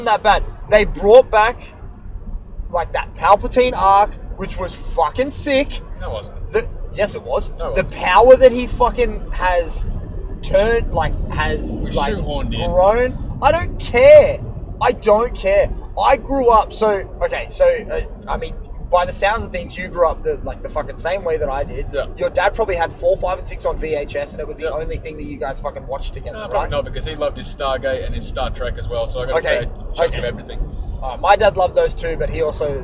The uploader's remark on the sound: recording live from the Car